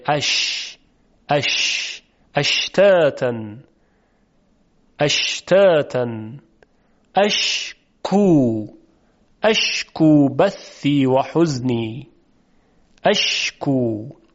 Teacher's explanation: اینقدر نزدیک میشه که یک شیار باریک میان وسط زبان و سقف دهان ایجاد میشه که از اون شیار هوای خارج شده از ششها عبور میکنه و دمیده میشه در اون شیار و صدای حرف شین ایجاد میشه.